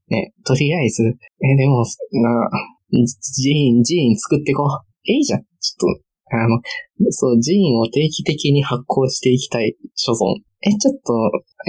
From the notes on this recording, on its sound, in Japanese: いつもと音声が違うかもしれないです。お聞き苦しくてすみません。